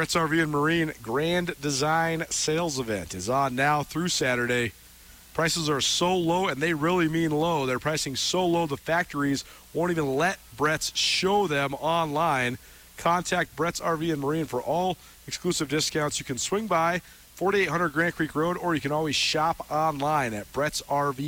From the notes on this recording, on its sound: Friday Afternoon's show was live on location at Bretz RV & Marine!